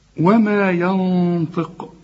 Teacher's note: في نون بدون تشكيل بعدها الطاء، الطاء من حروف الإخفاء، حنغن هنا ونفخم الغنة